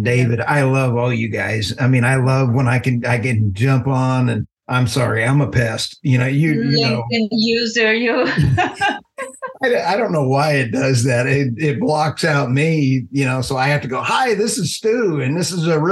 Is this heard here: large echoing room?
no